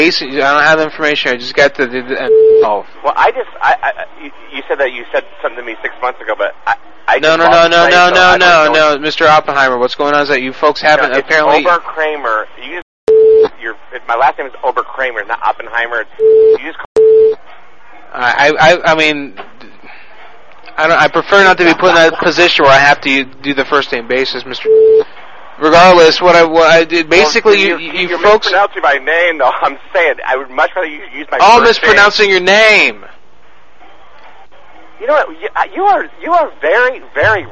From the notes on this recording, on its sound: RBCP's Personal Prank Phone Calls Collection